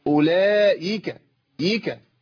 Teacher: فين يا عم الهمزه انت كده ابدلتها بياء، اولئك ايك، لا ما تنفعش، لابد من تحقيق الهمزه بس ما تعملهاش كده بقى، اولئك لا لا لا لا تتعامل بعنف مع الحرف ولا تتعامل بتراخي، يعني الحرف ما ينفعش ان ابدله ولا اخليه قوي بشكل يتنافى مع صوته الطبيعي.